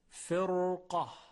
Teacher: در کلمه فرقه راء ساکن مقب مکسور بعدش قاف از حروف استعلا قرار گرفته، بنابراین تفخیم میشه